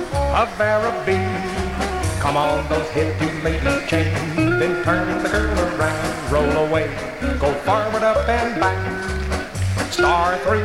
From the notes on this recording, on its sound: from the 1964 Blue Star Jubilee Square Dance held in the Sam Houston Auditorium